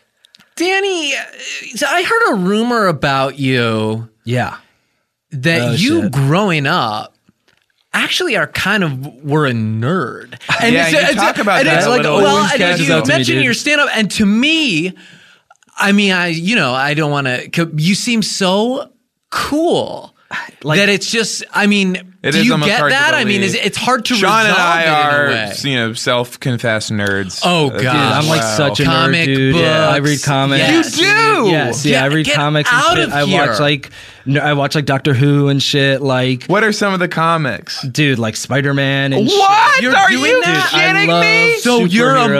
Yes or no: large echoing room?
no